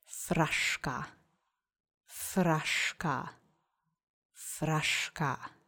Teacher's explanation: accent is on the first syllable